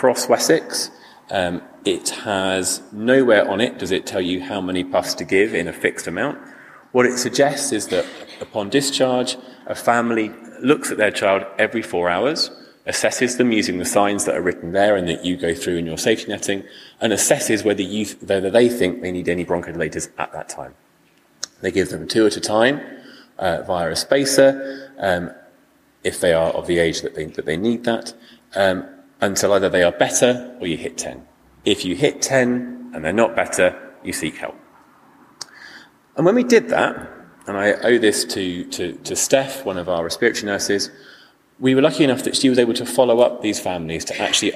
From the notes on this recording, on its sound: Recorded live at the Premier Conference in Winchester.